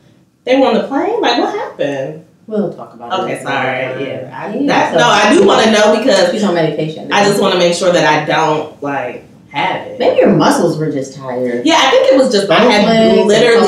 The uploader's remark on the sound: We lost audio this week and had to use a work around, so there’s an echo and the overall sound quality is diminished